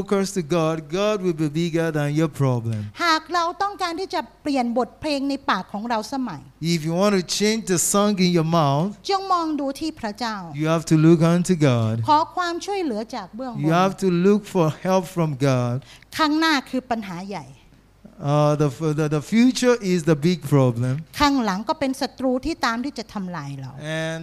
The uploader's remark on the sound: This Sunday sermon was Preached Live